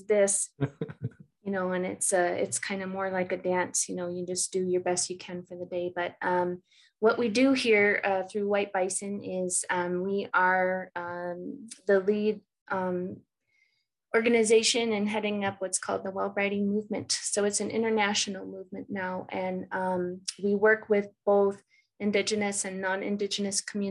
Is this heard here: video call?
yes